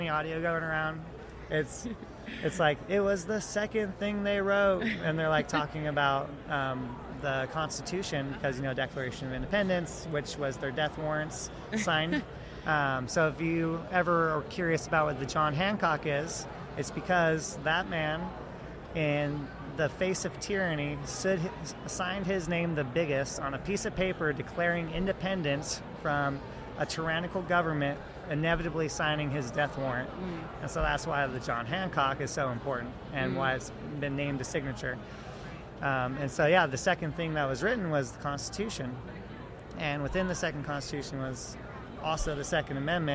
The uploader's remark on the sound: Podcast at AmFest